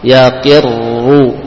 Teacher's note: Harus ada getaran. Ya, tapi tidak berlebihan. Tidak hilang sama sekali. · Term: takrir